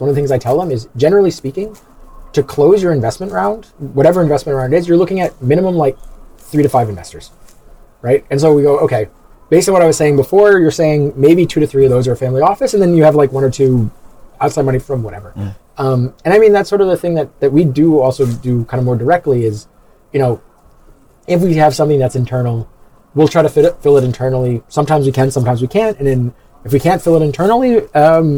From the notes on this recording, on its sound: Recorded on the sidelines of the TechChill conference in Riga. Recorded on the sidelines of the TechChill conference in Riga.